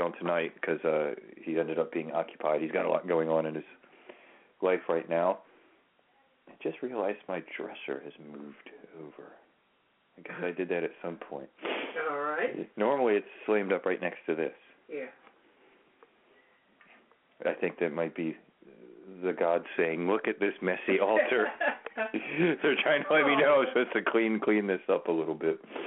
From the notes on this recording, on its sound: open the phone lines